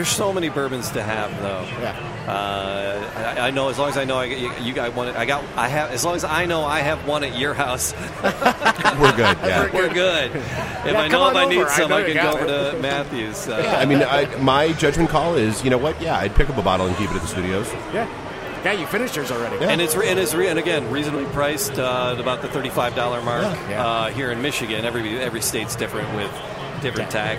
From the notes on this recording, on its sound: Live at Motor City Comic Con in the Podcast Detroit booth with Noble Oak Bourbon.